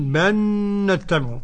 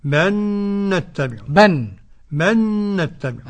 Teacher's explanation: أدغم لام بل في النون الكسائي فقط، لام بل في النون في النون. · Term: نون مشدده